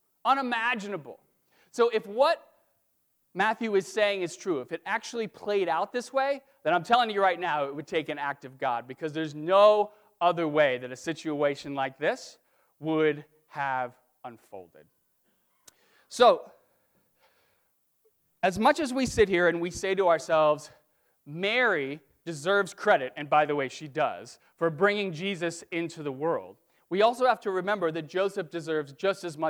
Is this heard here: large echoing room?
yes